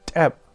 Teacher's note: it also starts with the ejective sounds from Na'vi, the sort of poppy clicky sounds on some consonants